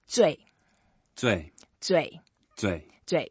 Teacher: It's a fourth tone, so we go down and then you can actually make a bit longer.